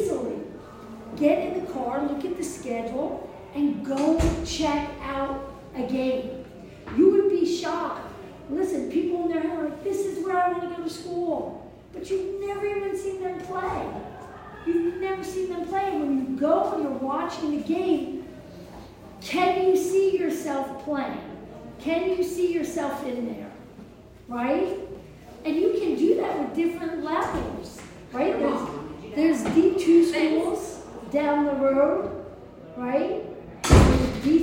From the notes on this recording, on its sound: In this episode I was onsite at the Virginia Revolution Sportsplex in Leesburg, Virginia for the Future Tribe ID Clinic. I recorded the three question and answer sessions with the prospects and coaches.